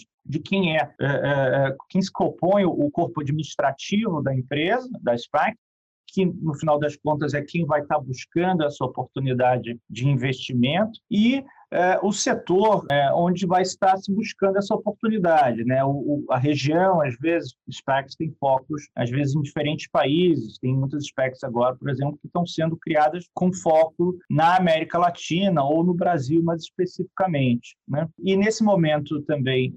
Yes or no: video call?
yes